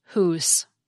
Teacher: that final uh sound got dropped completely